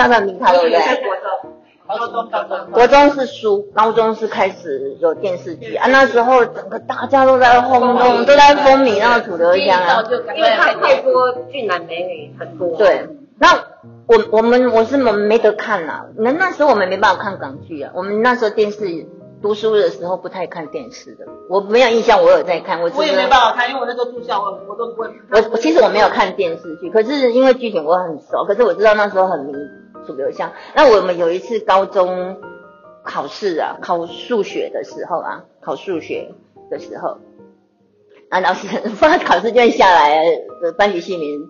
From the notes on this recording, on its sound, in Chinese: 第一次以多人聊天式的錄音 結果聲音不太理想 還是硬著頭皮上架。